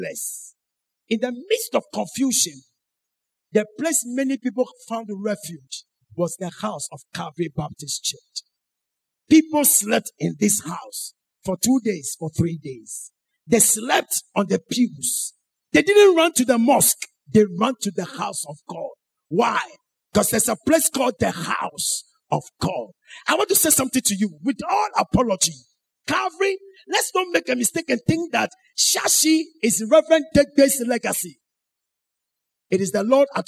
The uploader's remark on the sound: Sermon preached at CBC Adabraka Campus